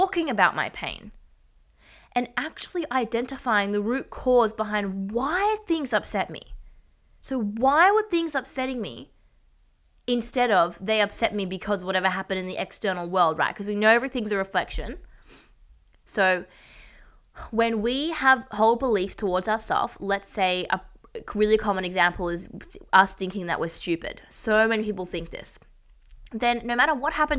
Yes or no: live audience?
no